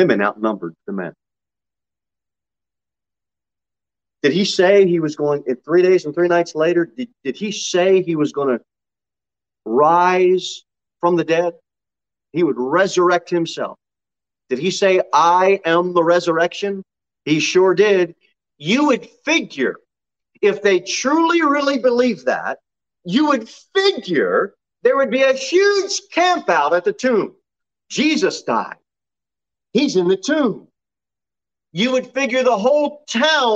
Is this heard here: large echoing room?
yes